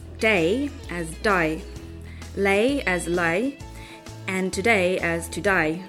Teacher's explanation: The A sound from standard British English is pronounced I.